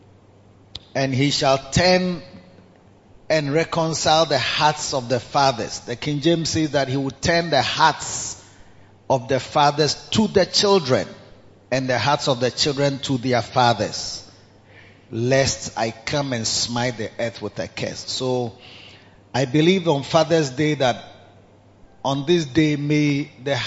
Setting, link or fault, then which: setting, large echoing room